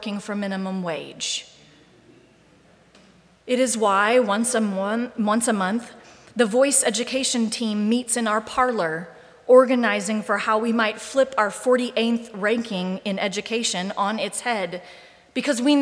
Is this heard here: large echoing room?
yes